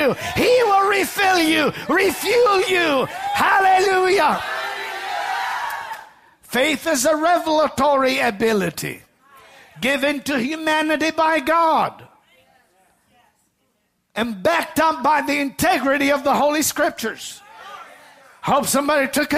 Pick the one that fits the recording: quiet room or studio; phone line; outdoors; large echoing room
large echoing room